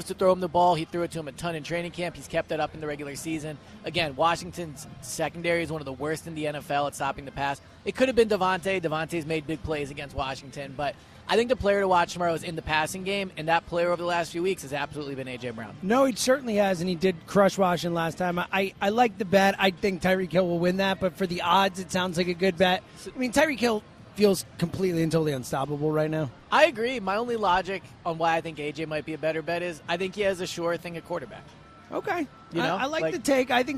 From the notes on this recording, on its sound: live at Parx Casino